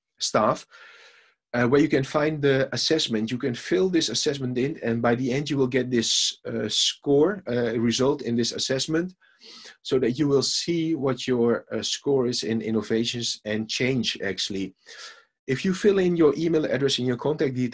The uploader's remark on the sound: recording of a live webinar